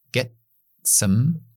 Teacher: Some, esa palabra debilitamos y lo dejamos en schwa. · como tengo T delante de la S, demasiado difícil, glotalizamos.